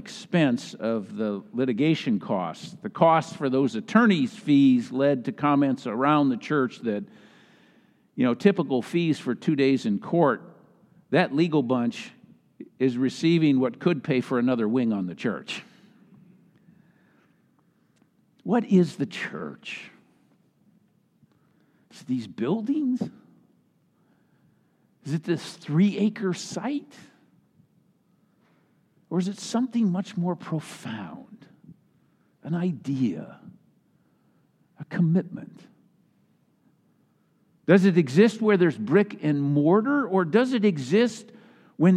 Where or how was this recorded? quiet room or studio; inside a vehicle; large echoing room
large echoing room